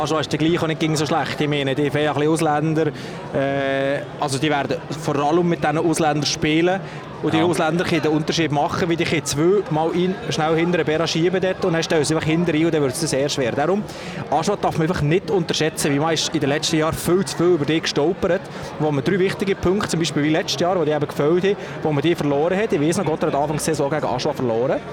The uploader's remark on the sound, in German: LIVE am Big Day von Gottéron. Gottéron läutet die Saison ein, benchside war live dabei!